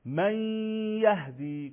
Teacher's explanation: گفتیم نون حذف میشه یا دو برابر، اما صدای قنه از بینی میاد، دو حرکت، یعنی دو تا فتحه مکس میکنیم